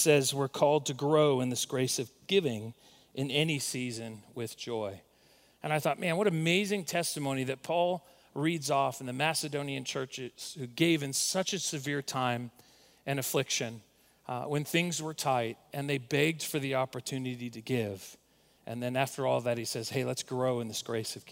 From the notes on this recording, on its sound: recorded at Northlands Church on April 5, 2020